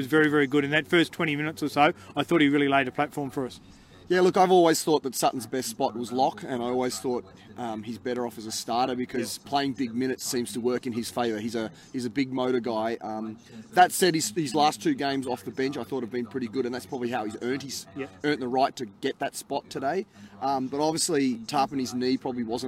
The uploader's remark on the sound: The Greenhouse Live returns to Canberra Stadium for the first time since Round 1.